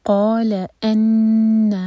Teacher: نون کا غنہ، دو سیکنڈس کا ٹائم